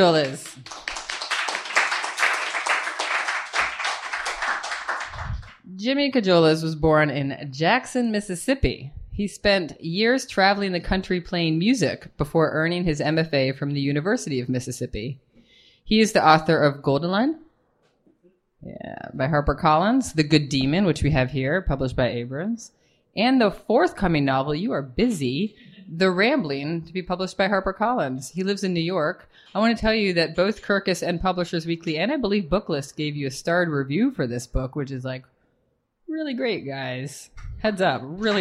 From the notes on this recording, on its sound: It’s right here at LIC Reading Series. Recorded with a live audience in the cozy carriage house of a classic pub in Long Island City, Queens, New York.